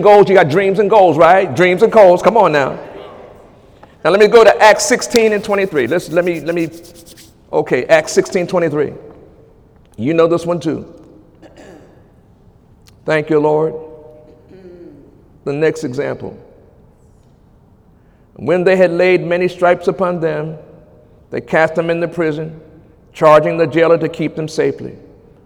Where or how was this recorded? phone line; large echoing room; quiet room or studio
large echoing room